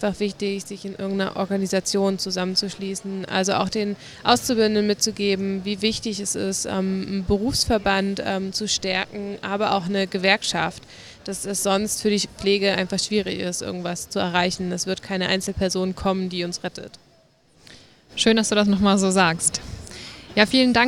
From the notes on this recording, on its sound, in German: SPEZIAL Live vom Deutschen Pflegetag (Tag 2).